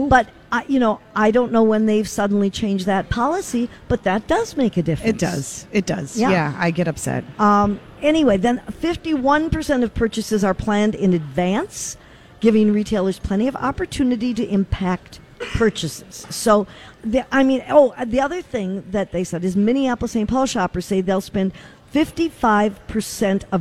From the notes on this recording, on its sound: Live at the Galleria for Small Business Saturday!